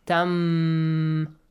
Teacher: Merge tan to meem. It will be changed to meem. Tam. But produce a nasal sound as well. · Term: Idgham